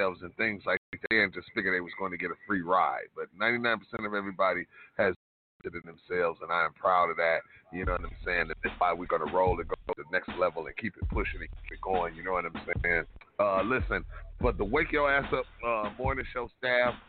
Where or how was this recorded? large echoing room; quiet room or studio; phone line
phone line